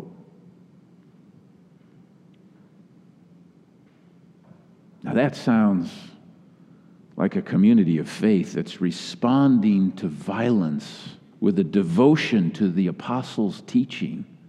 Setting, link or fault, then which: setting, large echoing room